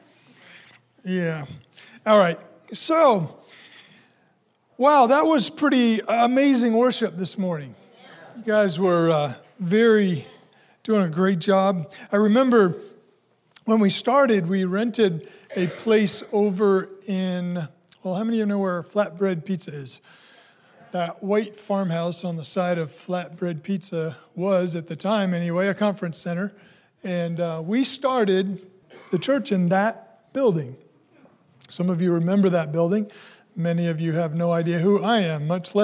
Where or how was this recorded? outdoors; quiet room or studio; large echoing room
large echoing room